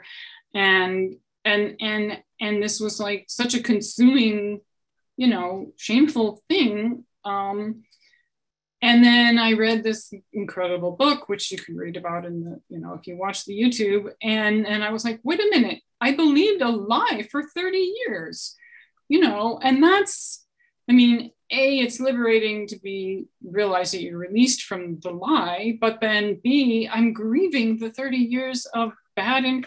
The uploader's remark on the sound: Here is the audio from my online conversation with author. The Zoom recording of my conversation. Thanks to everyone who tuned in live.